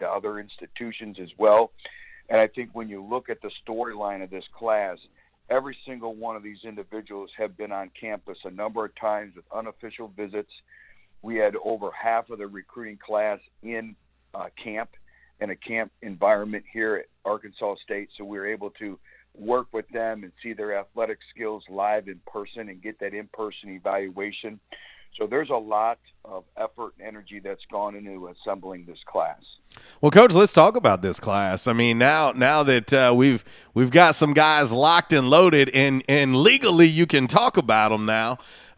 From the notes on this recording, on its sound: LIVE on the Back In Action Hotline. On RWRC Radio on The Ticket 95.3 Fm/970 AM, Ritter Communications, Tubetown 21!